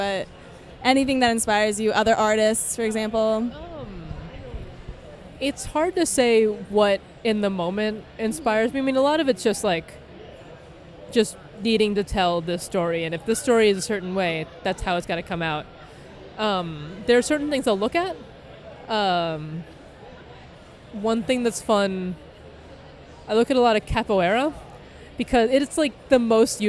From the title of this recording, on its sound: Interview at New York Comic Con 2016